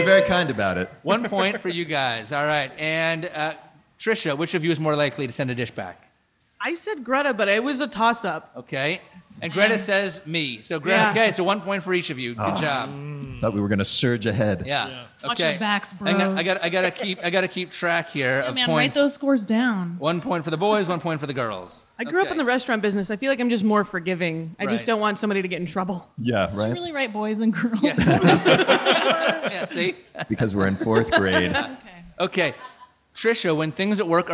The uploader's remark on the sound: live event at Taste of Chicago